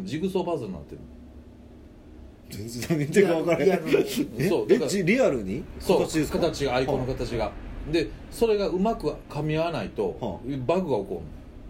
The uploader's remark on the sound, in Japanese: RECORD(お店)より